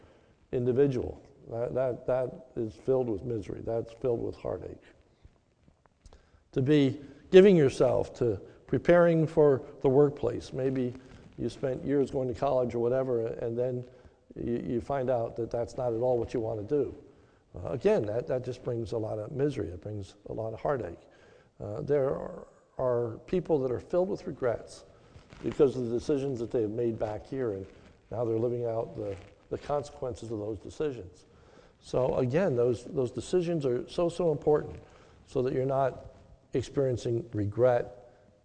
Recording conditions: large echoing room